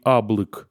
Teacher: И в одной из деревень я был крайне удивлен, когда при обращении ко мне одна из старых жительниц сказала: «Ой, аблык». Аблык без начального йота, без протеза, вообще какая-то архаичная форма.